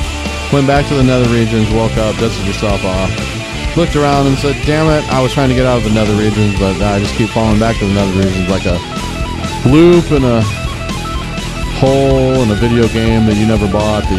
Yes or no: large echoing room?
no